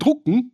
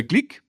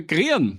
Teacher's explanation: Entweder wird es als U ausgesprochen wie in Drucken, oder als I wie bei Glick oder auch als IA wie bei Grieren.